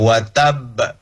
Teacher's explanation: Kata watab itu di ra'sul ayah. Dan dia akhir hurufnya adalah ba, ditambah dengan tasdid. Maka pantulannya itu lebih. · Term: qalqalah kubra